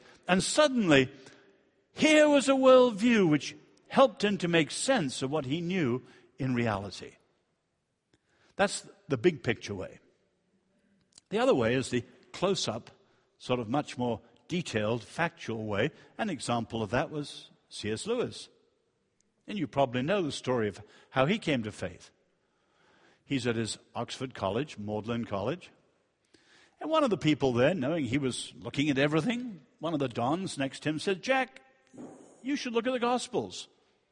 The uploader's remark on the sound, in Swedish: Inspelad vid Apologiakonferensen i G&#246;teborg f&#246;rmiddagen 2012-09-29 session 2.